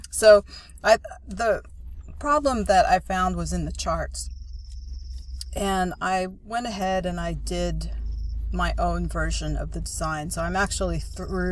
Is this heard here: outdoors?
yes